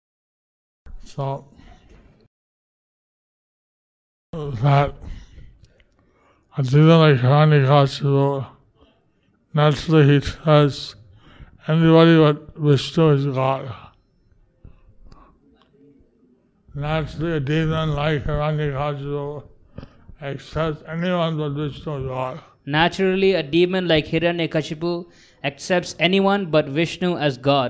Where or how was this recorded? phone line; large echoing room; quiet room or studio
large echoing room